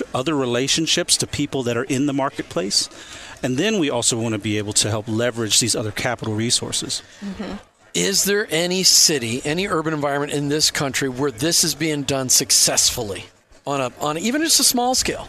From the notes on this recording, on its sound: LIVE from Chicago at the Faith at Work Summit